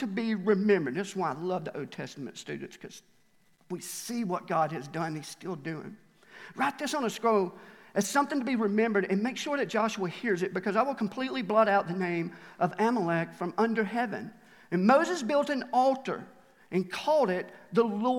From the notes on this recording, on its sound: Recorded live at The Fellowship at Mt Juliet on July 18, 2021.